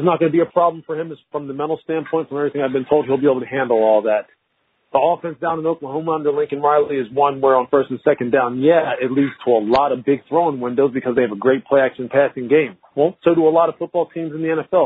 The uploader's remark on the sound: NFL Draft media conference call.